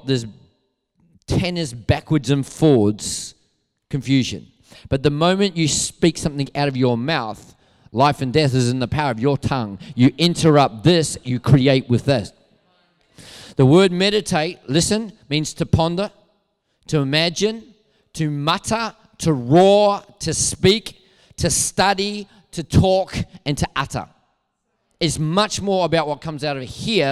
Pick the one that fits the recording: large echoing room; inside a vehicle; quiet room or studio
large echoing room